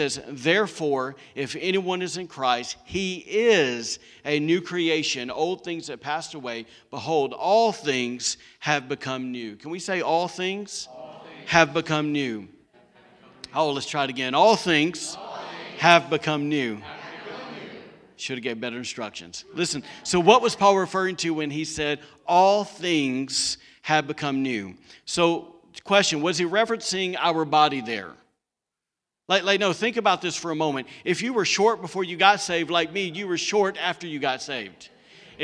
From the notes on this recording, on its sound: was recorded on Sunday, October 25, 2020, during service at The Anchor Church in Rockport, Maine.